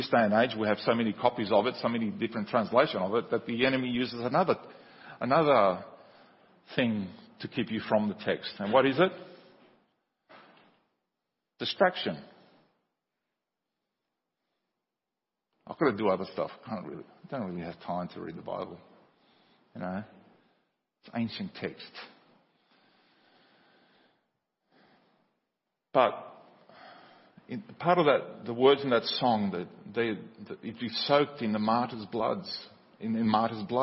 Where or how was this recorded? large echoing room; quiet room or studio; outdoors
large echoing room